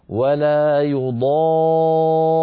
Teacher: ولا يضار إن وقفنا عليها مد لازم كلمي مثقل هكذا. ولا يضار لابد من أن نقف بقوة على الراء، أحببت تسموها بيان المشدد، أحببت تسموها نبر